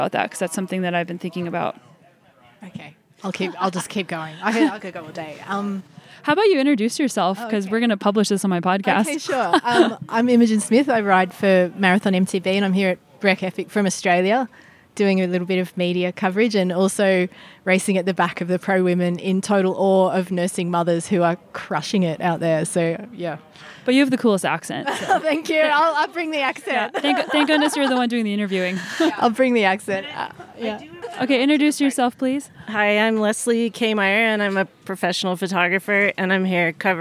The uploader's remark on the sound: recorded during the Women's Cycling Summit at Breck Epic